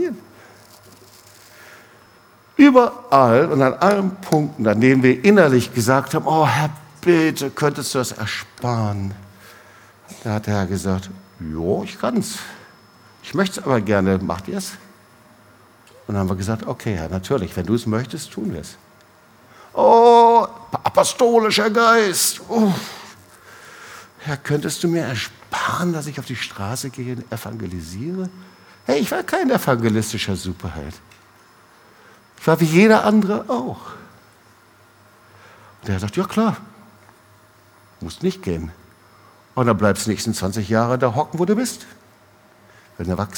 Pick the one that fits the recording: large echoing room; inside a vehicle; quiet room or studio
large echoing room